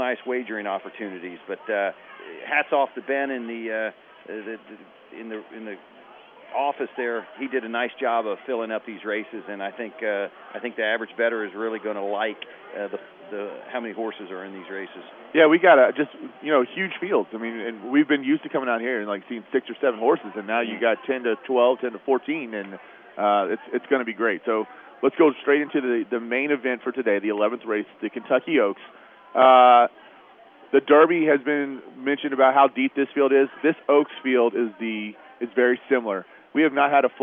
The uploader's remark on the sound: WSB special edition live from Churchill Downs